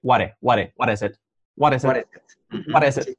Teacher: La I como E y la T, una re suave.